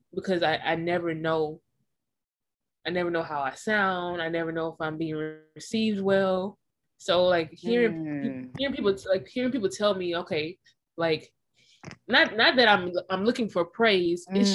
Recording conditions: drop-outs